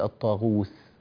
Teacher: سمعتك تقول الطاغوس كأنه التاء صارت ثاء